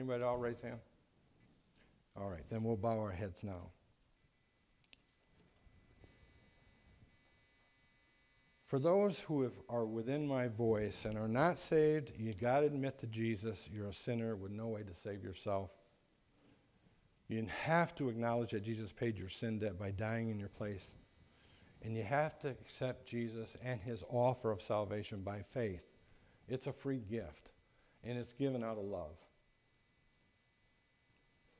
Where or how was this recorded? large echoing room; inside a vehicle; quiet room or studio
large echoing room